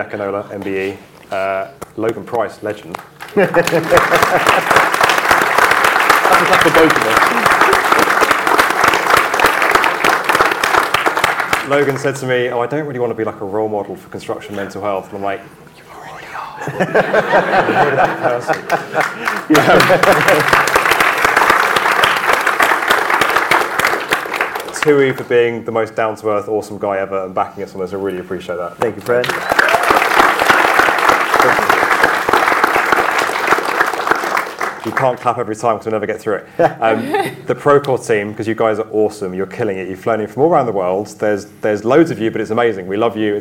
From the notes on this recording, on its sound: Get Construction Talking LIVE from London. This episode features the panel discussion that took place at our debut 'Get Construction Talking' event that happened on 12th July 2023 at Ham Yard Theatre, London.